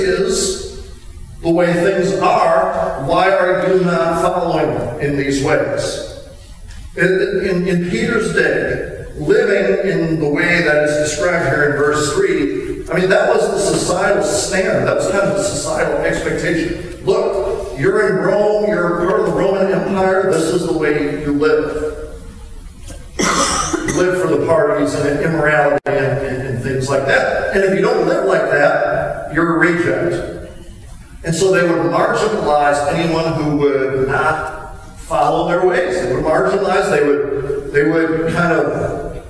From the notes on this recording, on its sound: We apologize for the bad sound quality on this recording.